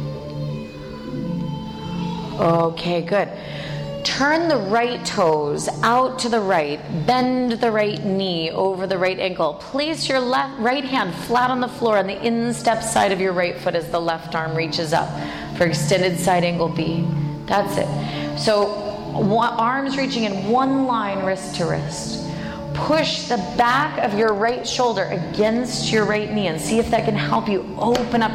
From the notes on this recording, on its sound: This is a full length jivamukti yoga class, recorded at Jivamukti Yoga School in New York City.